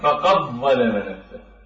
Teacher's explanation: فتشدد الضاء ويلغى حرف الدال نهائيا كأنه أبدلناه إلى حرف الضاء · Term: الإدغام